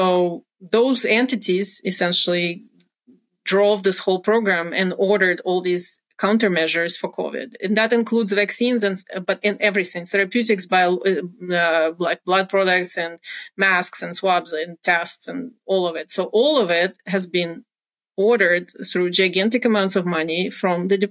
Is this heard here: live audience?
no